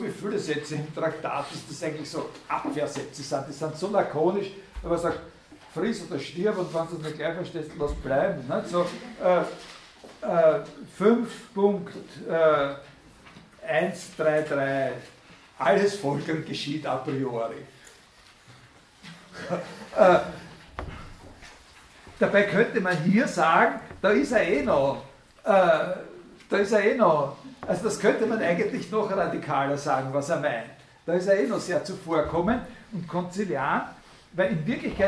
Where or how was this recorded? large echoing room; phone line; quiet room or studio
large echoing room